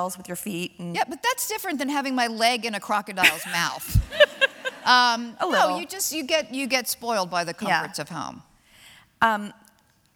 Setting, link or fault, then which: setting, live audience